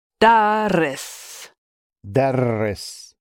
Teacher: Notice the longer double R sound in the middle. So we've doubled the middle and we're changing the stem subtly from dris to darris.